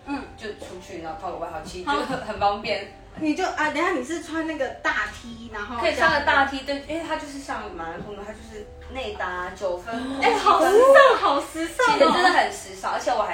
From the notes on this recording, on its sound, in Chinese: 本集為IG直播側錄收音，錄音品質會受到些微影響。